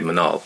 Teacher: in Sorani, for child, you would say Mandal, or in Suli, they say Manal. Drop the D.